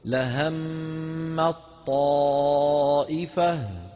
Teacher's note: فالعرب كانوا يقلبونها طاء ويدغمون الطاء في الطاء، فيصير النطق بطاء واحدة مشددة، كما نطق أخونا لهمت طاء ولا يبقى من التاء شيء.